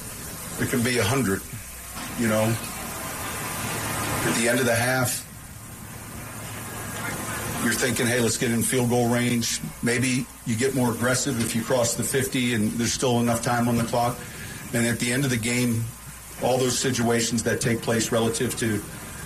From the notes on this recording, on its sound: after practice live from training camp.